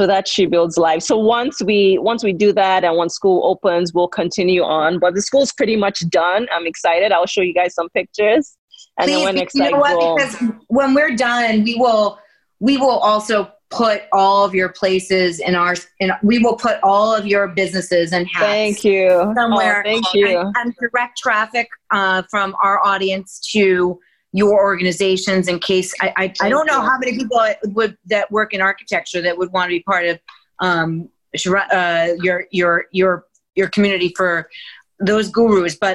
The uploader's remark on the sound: virtually sit down